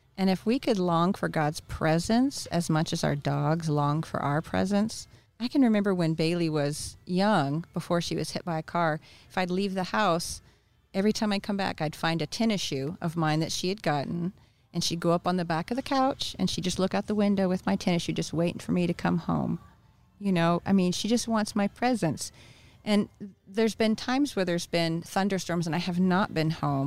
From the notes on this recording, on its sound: Recorded at Wheelers Western Outfitters